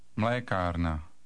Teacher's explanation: don't forget to put the stress on the first syllable